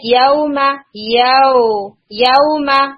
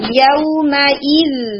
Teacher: یوم پریشر نہیں دیں گے لیکن پورا واو آنا چاہیے · Shown in: second take